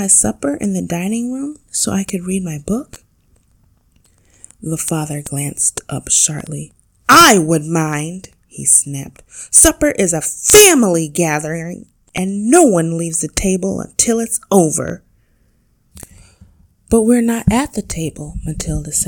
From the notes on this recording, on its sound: Apologies for the strange sound at some consonants, I am still learning audio editing at the time of this posting.